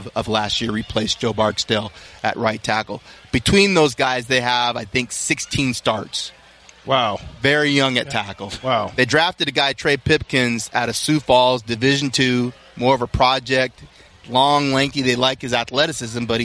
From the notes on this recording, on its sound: live from Rams training camp in Irvine